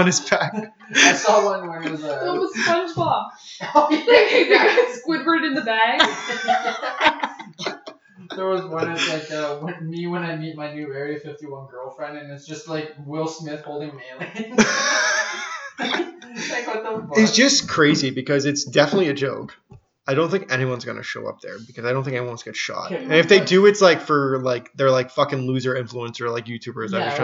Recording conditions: poor sound quality